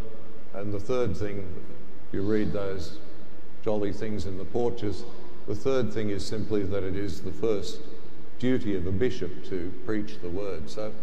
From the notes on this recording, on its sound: The homily from Sacred Heart Cathedral, Hamilton